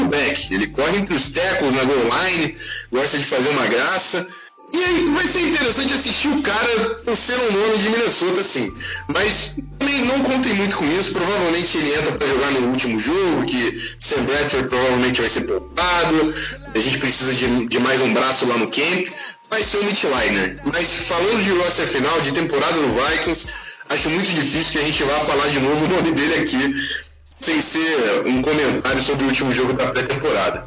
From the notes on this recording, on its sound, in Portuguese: Pedimos desculpas pela qualidade do áudio neste episódio. Problemas técnicos ocorreram no momento da gravação.